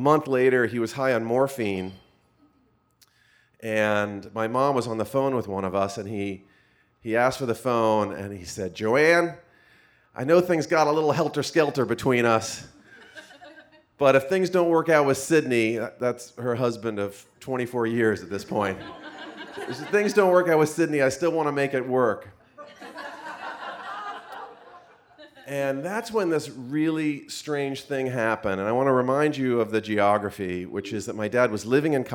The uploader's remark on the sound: A special live edition of The Moth recorded at The Players Club in New York City.